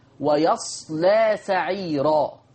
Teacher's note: بفتح الياء والصاد الساكنة واللام مخففة مفتوحة وبعدها ألف مادية